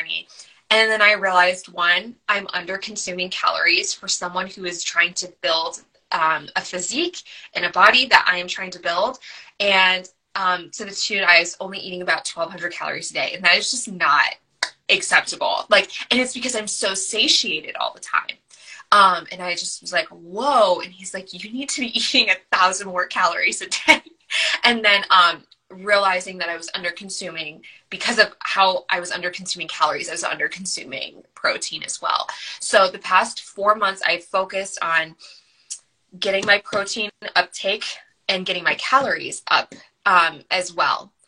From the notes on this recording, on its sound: Originally recorded on Instagram Live